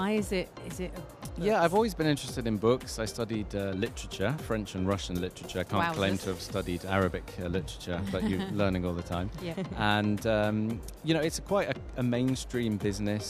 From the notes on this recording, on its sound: Live from Sharjah International Book Fair 2023